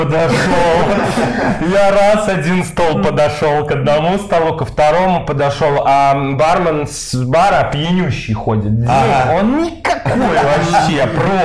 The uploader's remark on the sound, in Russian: Качество записи не идеальное, так как это рип с эфира в инстгараме, но вполне можно слушать. Эфиры проходят раз в неделю в аккаунте бара «Полторы Комнаты».